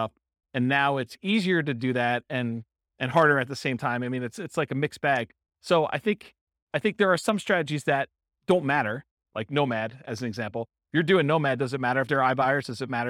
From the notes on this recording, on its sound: This was a live class recorded